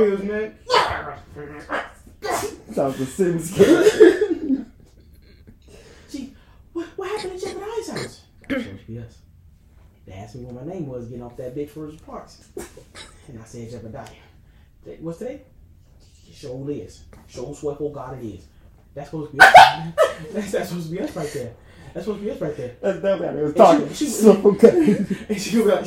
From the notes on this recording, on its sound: THIS IS OUR IMPROMTU EPISODE, MICS WEREN'T SET UP, CAMERA WAS NOT ROLLING